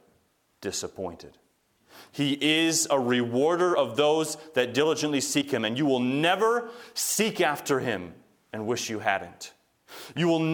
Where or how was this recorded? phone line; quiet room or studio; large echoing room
large echoing room